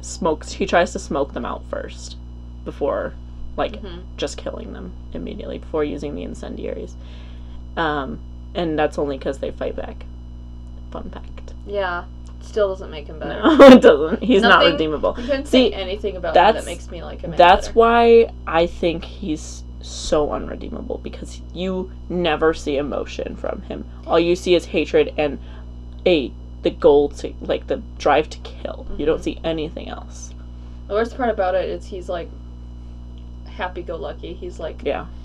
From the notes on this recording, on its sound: Apologies for the 30 seconds of silence at 10:27 and the mic buzzing in general - we're still figuring this out!